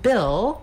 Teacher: the vowel I, which is a lax high front vowel